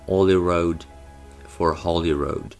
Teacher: word initial H deletion, so there is no H